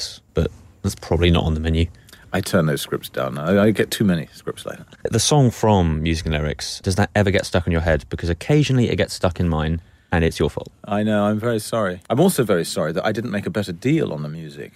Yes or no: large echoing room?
no